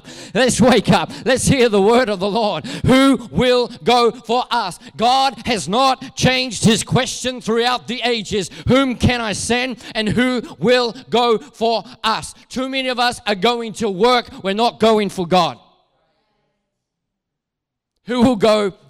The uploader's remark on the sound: Recorded at Neuma Church Melbourne South in Melbourne, Australia.